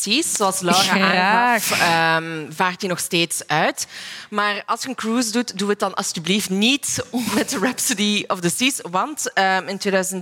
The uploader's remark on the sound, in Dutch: Onze live opname vanop het Podcastfestival in Oostende.